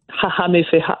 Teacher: I start substituting my je with huh